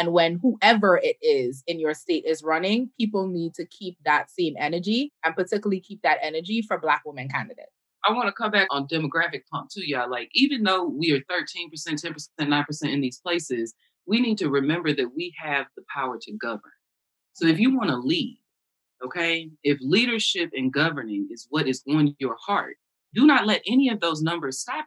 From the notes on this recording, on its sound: Due to limitations of virtual recording, we understand sound quality may not be at it's best